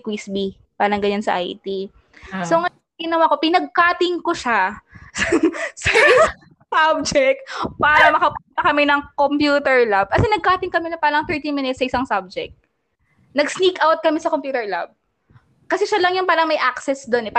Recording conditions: drop-outs